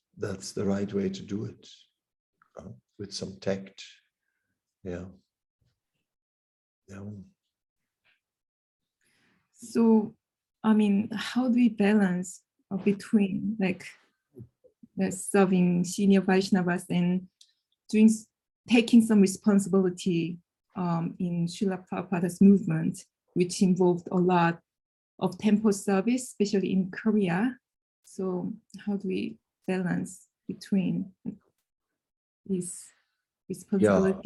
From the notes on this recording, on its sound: Zoom Meeting